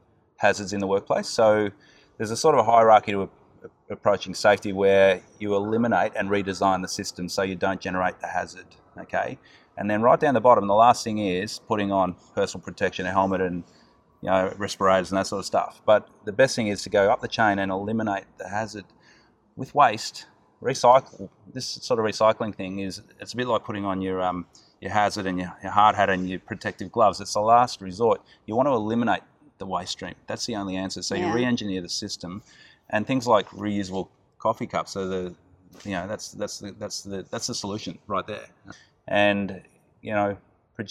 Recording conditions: outdoors